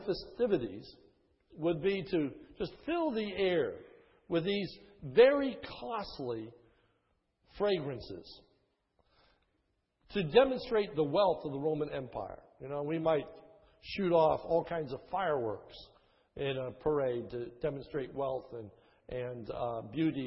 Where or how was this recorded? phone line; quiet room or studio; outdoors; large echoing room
large echoing room